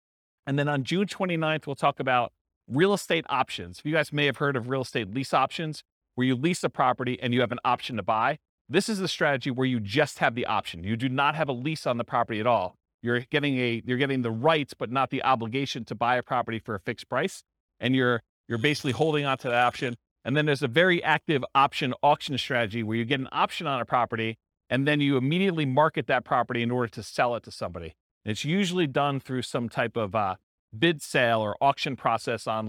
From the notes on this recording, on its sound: This was a live class recorded